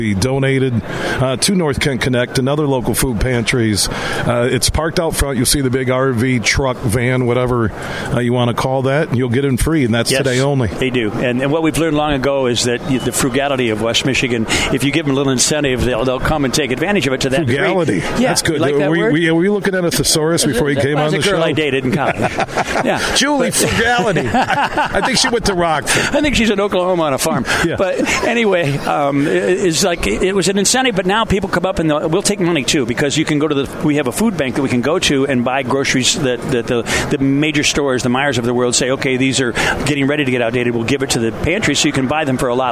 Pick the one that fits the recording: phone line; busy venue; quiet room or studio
busy venue